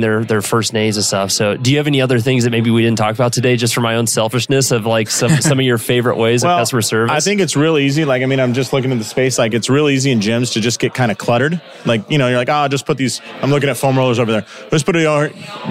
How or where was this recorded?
busy venue